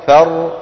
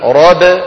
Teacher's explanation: الراء فر فيها جريان جزئي بينما راب الباء قصيرة جدا